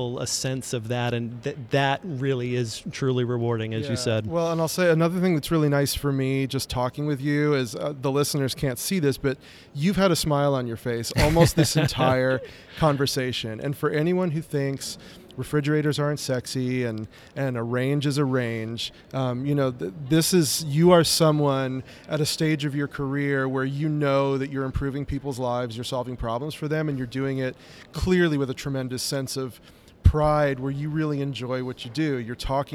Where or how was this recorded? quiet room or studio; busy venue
busy venue